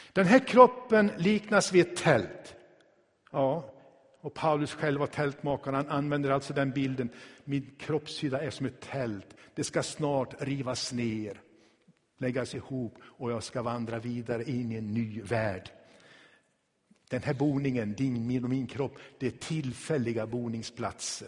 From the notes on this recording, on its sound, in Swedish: Inspelad i Tabernaklet i Göteborg 2016-11-06.